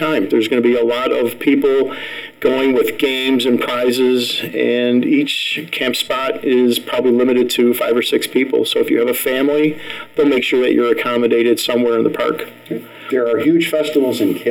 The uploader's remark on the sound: APOLOGIES FOR THE SOUND QUALITY-TECHNICAL DIFFICULTIES BEING WORKED ON.